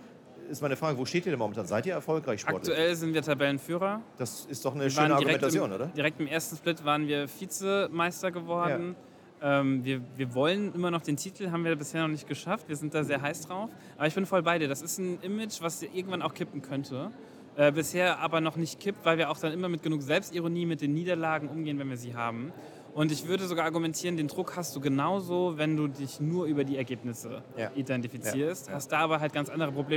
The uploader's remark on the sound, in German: Herzlich Willkommen zur Live-Aufnahme unserer packenden Podcast-Episode, direkt von der BRANDmate und aus dem Podcaststudio der Spielwarenmesse !